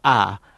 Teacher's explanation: Instead of the vowel I, which never exists in any part of the South, you have ah